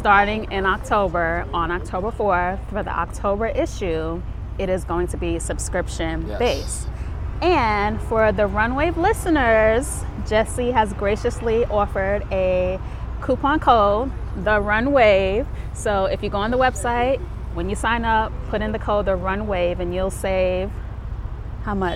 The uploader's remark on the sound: This episode was recorded outside on the streets of Brooklyn, NY. What you hear are the raw sounds of New York City.